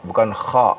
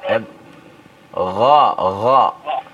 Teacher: dia makhrajnya ya dari tenggorokan yang paling atas ya · Shown in: second take